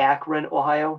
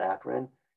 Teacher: I'm from Northeastern Ohio, and you know, the vowels get a little wider. · Shown in: first take